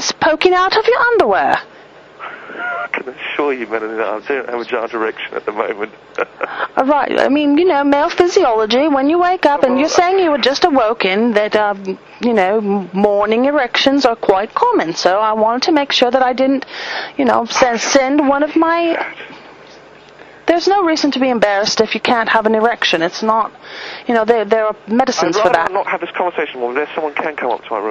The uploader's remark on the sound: Prank Phone Calls Collection. "hotel uk no smoking 4 calls" from archive.org.